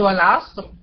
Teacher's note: والعصر هنا سكنت الراء قبلها صاد ساكنة قبلها عين مفتوحة، يبقى إذا حكم الراء هنا في كلمة والعصر عند الوقف التفخيم